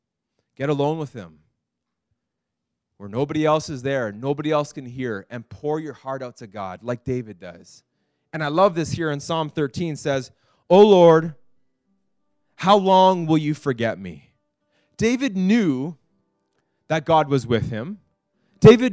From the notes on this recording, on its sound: This message was preached in January 2019 at Freedom Life Church in Kitchener Ontario.